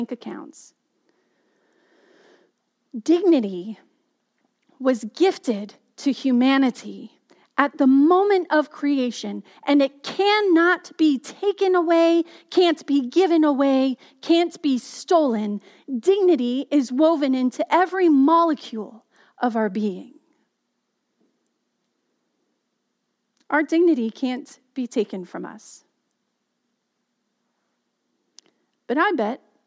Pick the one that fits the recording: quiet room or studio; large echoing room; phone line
large echoing room